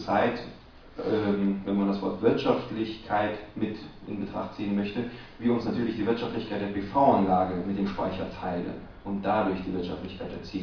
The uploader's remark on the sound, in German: StorageDay in Berlin einige Stimmen vom Veranstalter und von den Referenten aufgenommen